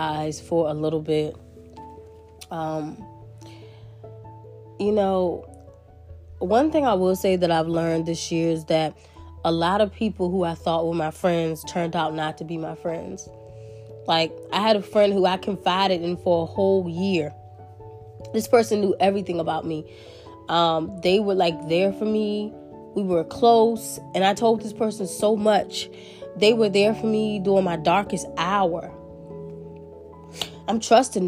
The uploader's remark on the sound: This was recorded within two days and I had a bad cold so please ignore the coughing. Some tears were shed during this recording as well.